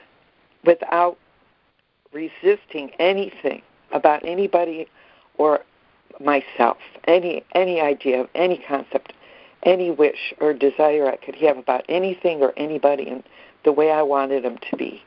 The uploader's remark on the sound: ACIM Daily Conference Call